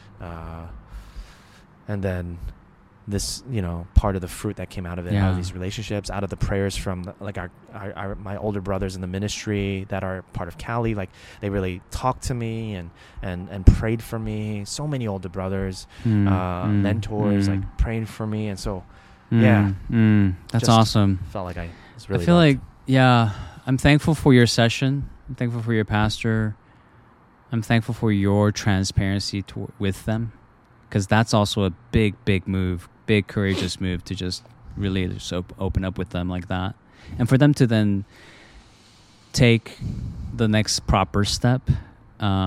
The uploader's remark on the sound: Recorded at the KALI National Gathering at Covenant Theological Seminary.